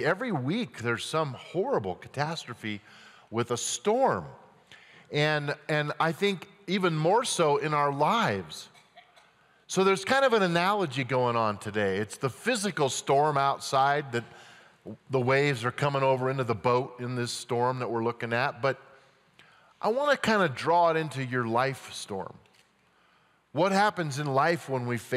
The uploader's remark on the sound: At Timberline Church.